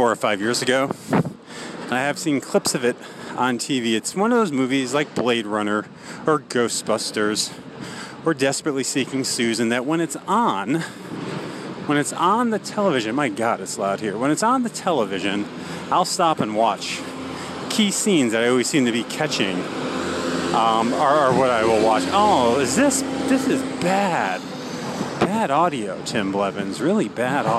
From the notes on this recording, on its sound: Recorded on the way to an AM showing. But, as you can hear here, just getting the cinema is an event in itself.